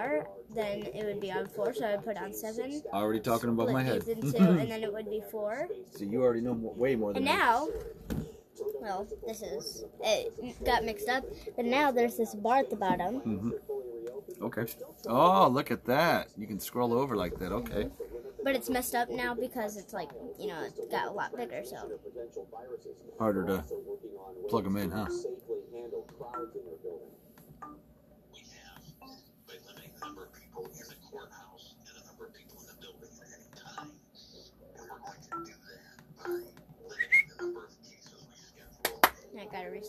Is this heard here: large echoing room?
no